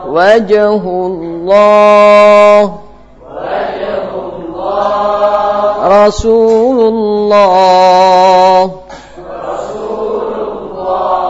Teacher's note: lam huruf ini dibaca tebal khusus pada lafz jalalah yang didahului oleh dhammah atau fathah